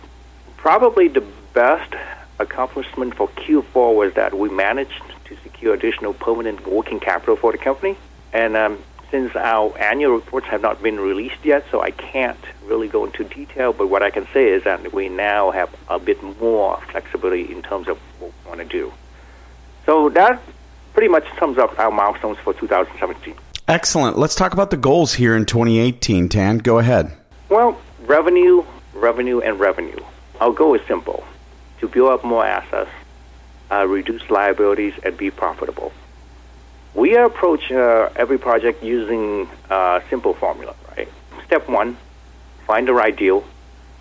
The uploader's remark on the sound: called in to SmallCapVoice.